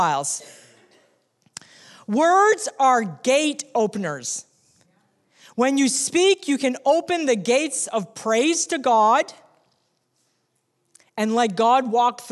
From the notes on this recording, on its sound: recorded on Sunday, October 27, 2019, during second service at The Anchor Church in Rockport, Maine